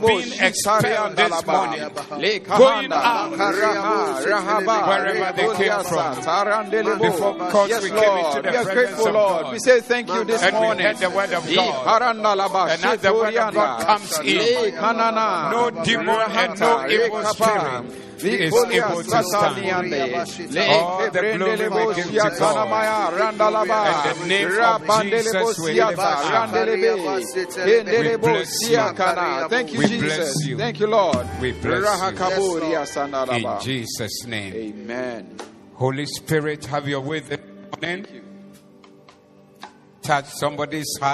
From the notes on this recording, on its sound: Preached at the Doxa Service.